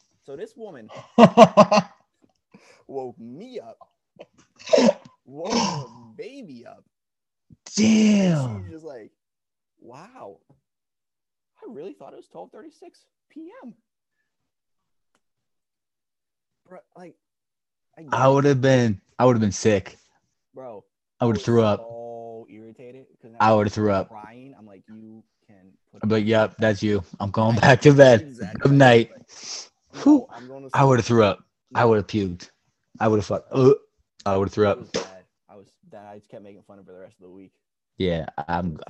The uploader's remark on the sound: The audio isn't the best right now, we are working out the issues for future episodes.